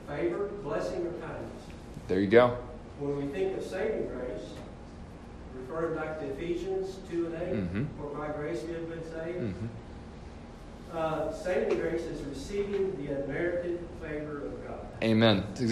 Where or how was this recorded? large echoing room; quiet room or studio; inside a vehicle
large echoing room